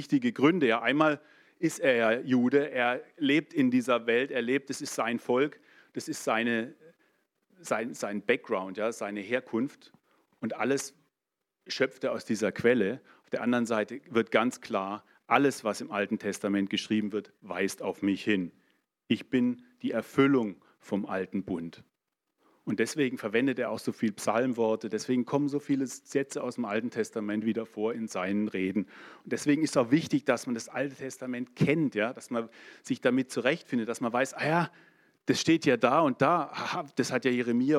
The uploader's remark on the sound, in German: in der Gemeinde Kaleo Schopfheim aufgenommen